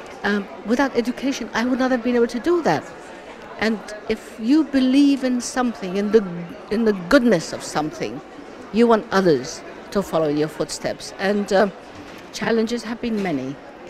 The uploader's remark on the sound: live at the Emirates Airline Festival of Literature